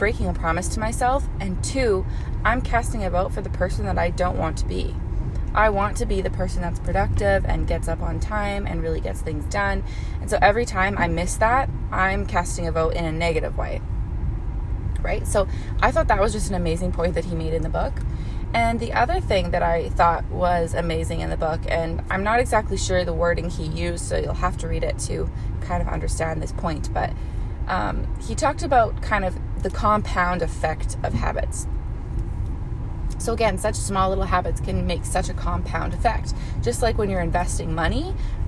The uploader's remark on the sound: This a quick episode I did up while I was stuck in traffic on a snowy day here in Edmonton, Alberta, Canada.